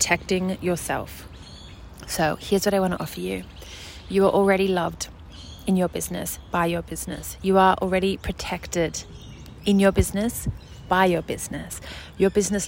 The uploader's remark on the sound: Join me and the birds for this podcast episode (I recorded it outside, at a beautiful park, while my son napped in the pram next to me)